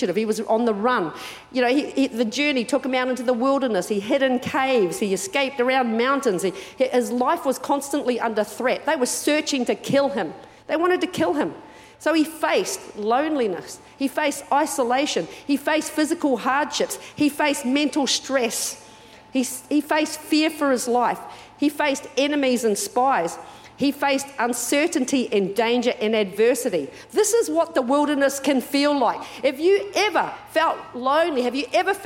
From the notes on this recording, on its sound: Recorded during our 9am service